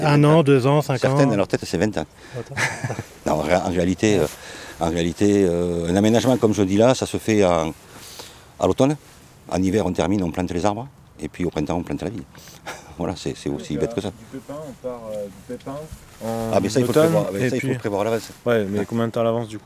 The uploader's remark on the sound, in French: L’idée était de confier, le temps d’un week-end, tout le matériel d’enregistrement nécessaire afin de réaliser des reportages sur le terrain. Et c’est l’équipe pédagogique du Campus Montmorot situé dans le Jura qui a répondu avec beaucoup d’enthousiasme.